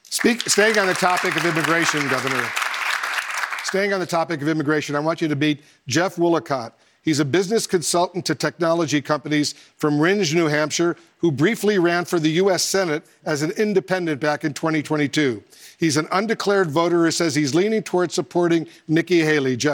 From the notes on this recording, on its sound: takes questions from audience members at a CNN town hall